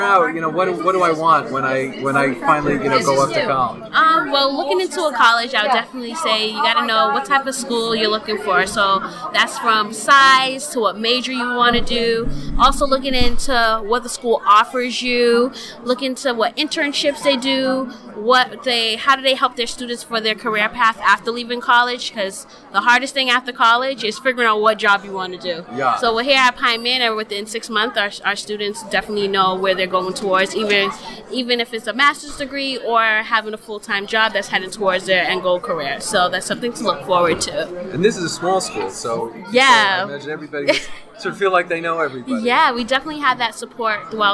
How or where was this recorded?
busy venue